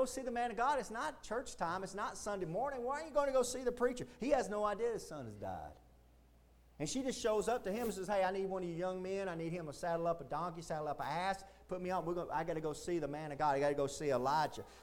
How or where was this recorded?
large echoing room